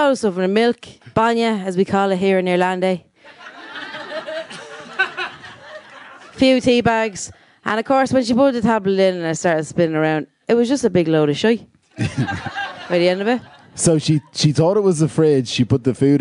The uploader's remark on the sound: Live at The Tightrope